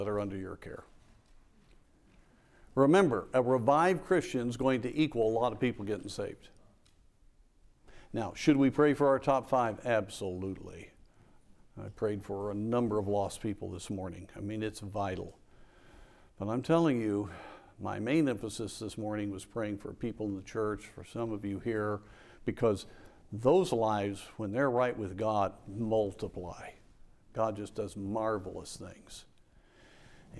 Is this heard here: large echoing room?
yes